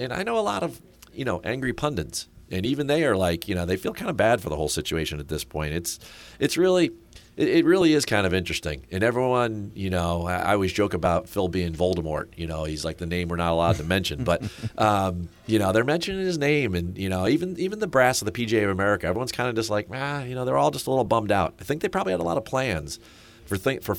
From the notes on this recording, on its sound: broadcasting "live" from the 104th PGA Championship at Southern Hills Country Club in Tulsa, Oklahoma